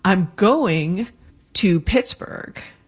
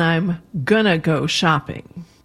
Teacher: And sometimes in grammaticalization, you will also get what linguists call phonological reduction. In other words, some of the sounds fall out, and going to becomes gonna. · Shown in: second take